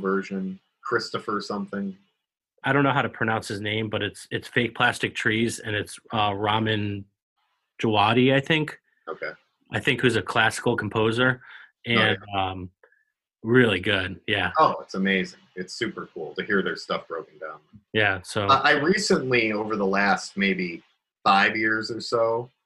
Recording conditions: video call